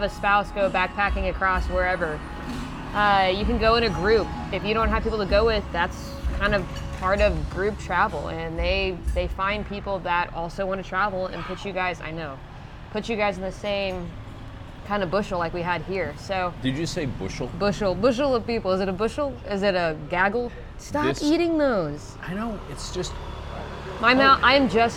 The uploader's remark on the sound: Are at a local restaurant in Chiang Mai, Thailand. Enjoy the local street sounds.